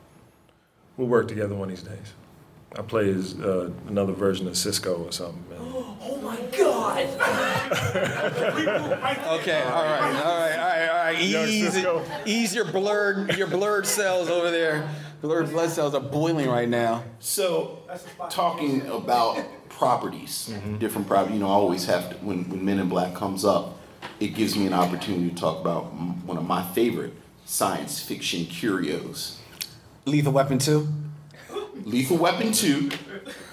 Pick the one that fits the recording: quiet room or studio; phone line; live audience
live audience